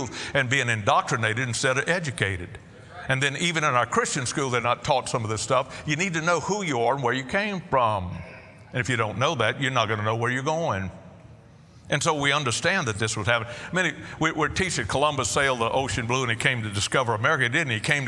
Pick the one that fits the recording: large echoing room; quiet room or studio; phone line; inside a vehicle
large echoing room